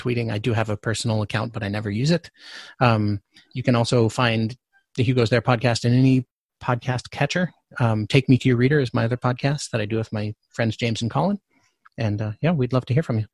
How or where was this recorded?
video call